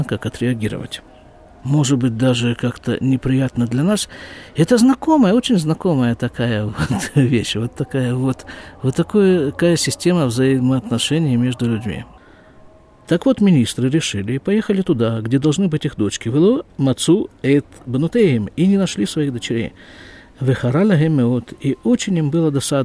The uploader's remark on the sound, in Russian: Запись из сукки.